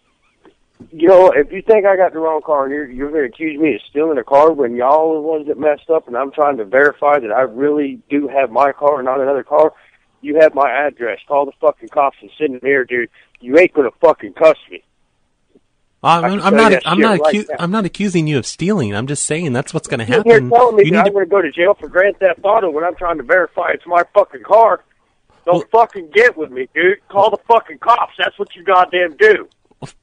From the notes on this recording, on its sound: Prank Phone Calls